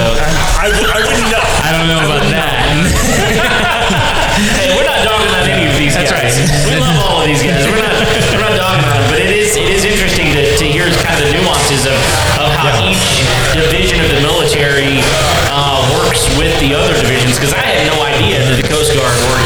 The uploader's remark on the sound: That time we did a live show. We did a live show at Thistle Draft Shop in Spring, TX. We had a great night and broke the audio up into smaller pieces.